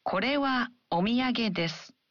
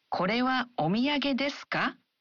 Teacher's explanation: You just simply add the particle ka at the end of the sentences and add a rising intonation. · Shown in: second take